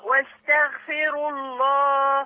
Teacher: عايزين بقى يبان الغين ونسكنها ونفخمها شوية كمان